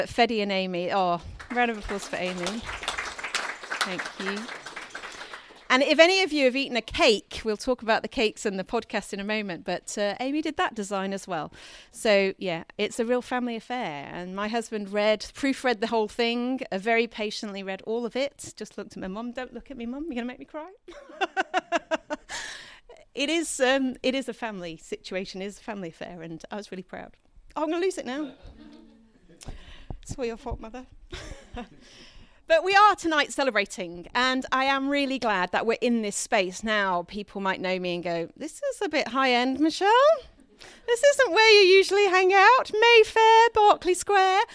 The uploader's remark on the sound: Addresses the Learning From The Edges live podcast audience. The Dorchester Hotel Academy for providing such an excellent venue for our first live podcast.